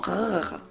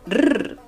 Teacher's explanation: Y aquí está el sonido de la letra R es un dolor de cabeza para los hispanohablantes porque nosotros hacemos la pronunciación de la R desde el paladar. O sea, nosotros podemos hacer cosas como rrr, y los alemanes hacen la pronunciación de la letra R desde la garganta